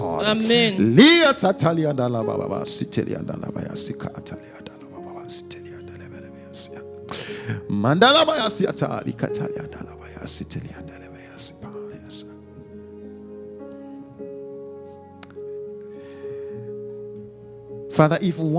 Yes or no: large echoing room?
yes